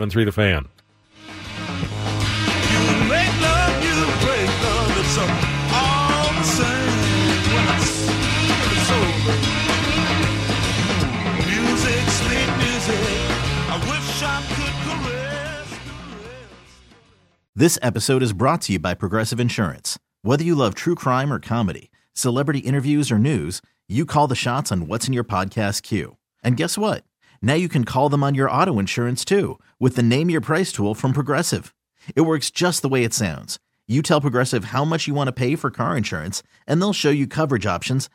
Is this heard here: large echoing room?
no